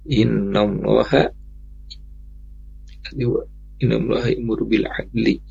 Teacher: perhatikan di sana muru-nya pendek Ibu ya